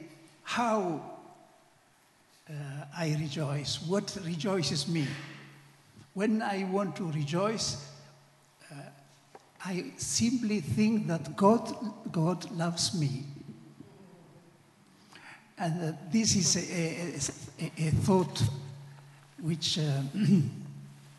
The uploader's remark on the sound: This GodPod was recorded as part of a special event at St Mellitus College.